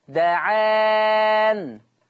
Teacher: فلما يقف ورش على دعان هيقف بسكون النون